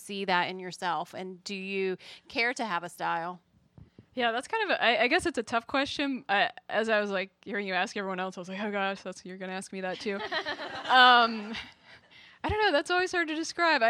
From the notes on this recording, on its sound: LIVE Modcast from CraftSouth in Nashville, TN while the MQG's Quiltcon was in town.